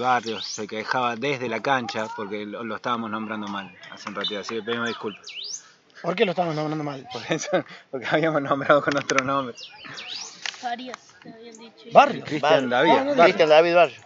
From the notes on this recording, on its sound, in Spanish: Desde el Club Atletico Sacachispas, la Radio Comechingones transmitió on line para todo el mundo el primer partido de Futbol Senior desde el techo de las instalaciones del queridisimo club. De esta manera, nace un hito en la historia del futbol de Villa de las Rosas.